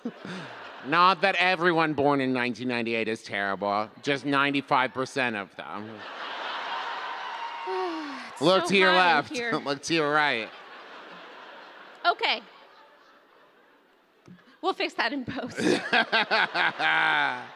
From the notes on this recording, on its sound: Recorded LIVE in San Jose!